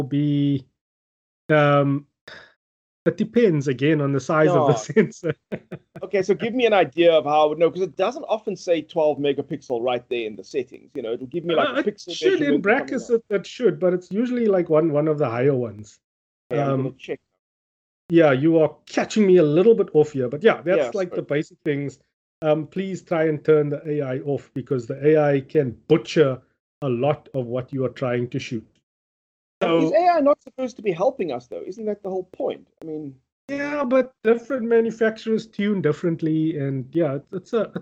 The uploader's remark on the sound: Recorded via Skype